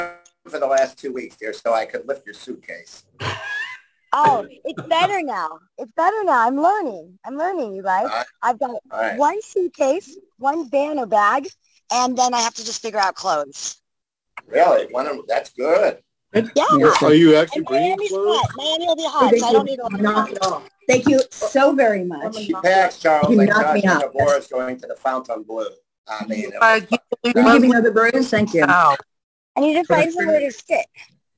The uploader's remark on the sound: our Zoom Show on 7/10/2022